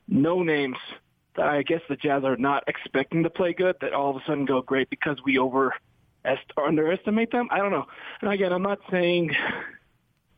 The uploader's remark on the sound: Reacted to the playoffs-ending loss to the Clippers while taking fans' calls on Friday night/Saturday morning.